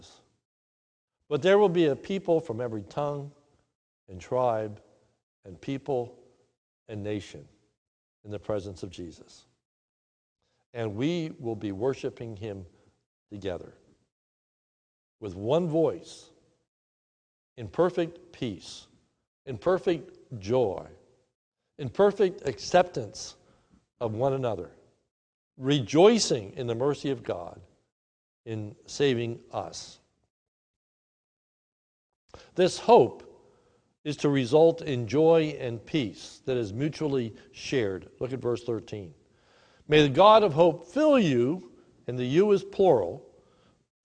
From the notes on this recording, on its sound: This is a sermon recorded live at the Lebanon Bible Fellowship Church in Lebanon, PA on 3/15/2020 at 10:45am